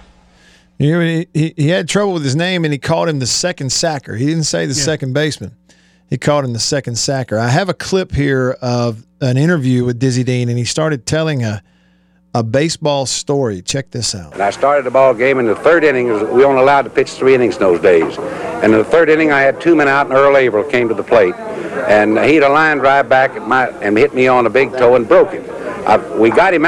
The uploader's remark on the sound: LIVE from Augusta!